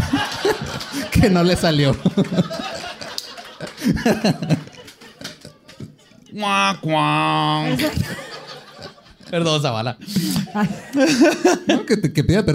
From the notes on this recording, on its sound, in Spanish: En vivo.